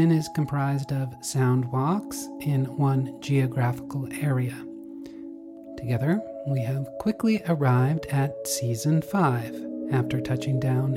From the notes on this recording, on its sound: This episode presents the raw Soundwalk field recording only, captured May 22, 2023 in NE Colorado